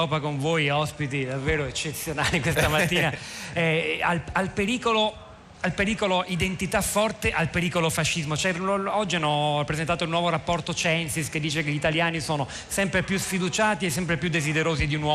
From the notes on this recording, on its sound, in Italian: In diretta dalla Nuvola ! Alla fiera "Più libri più liberi".